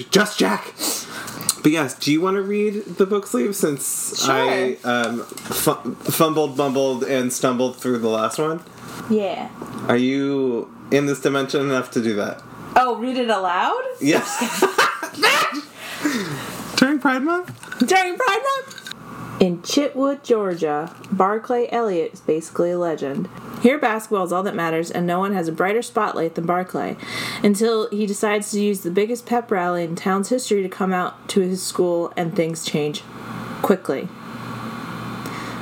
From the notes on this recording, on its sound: It was a warmer day when we recorded so you can hear our AC and we didn't catch it until editing time, so we're sorry for the fan sounds!